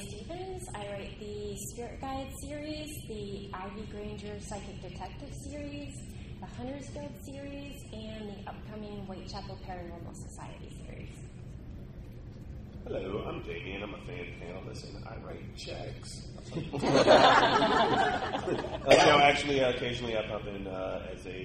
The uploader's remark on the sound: We have a recording of that panel. The DragonCon Urban Fantasy track.